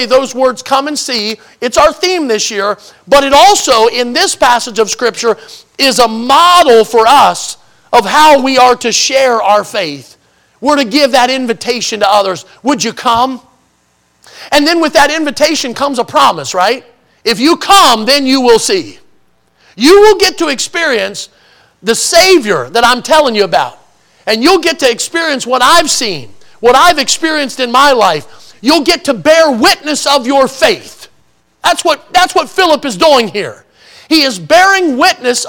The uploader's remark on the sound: in the Sunday Morning Service on January 21, 2024, at Victory Baptist Church in Boonsboro, Maryland.